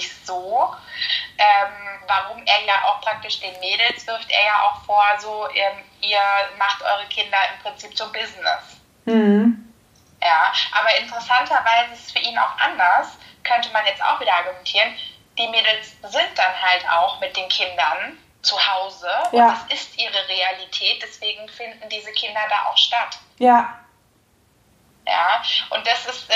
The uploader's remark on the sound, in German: Ein Mitschnitt aus einem Insta-Live